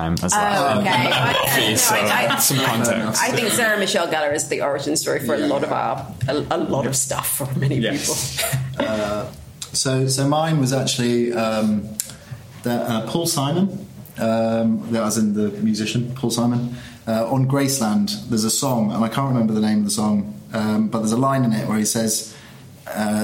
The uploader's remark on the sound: London Film Festival Live. We come live to you from the gallery at Oxo Tower.